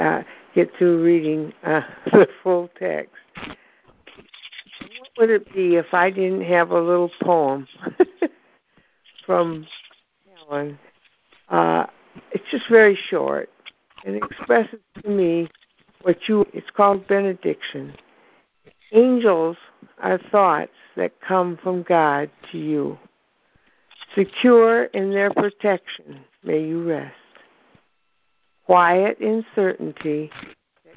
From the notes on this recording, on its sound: ACIM Daily TEXT Conference Call